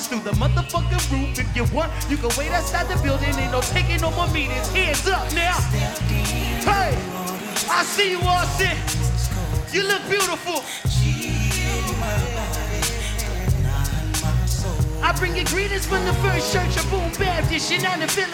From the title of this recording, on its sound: Live From NPR Music And SXSW 2016